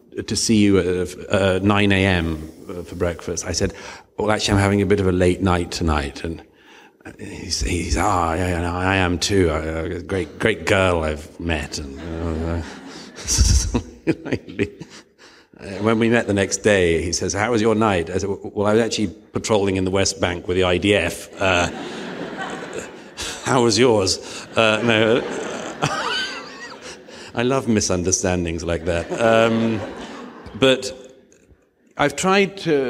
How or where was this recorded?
live audience